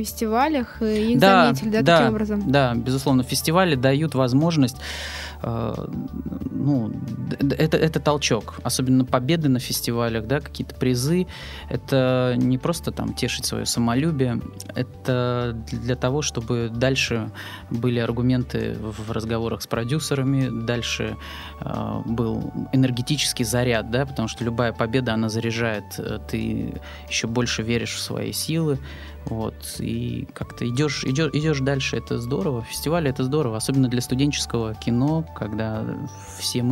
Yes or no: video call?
no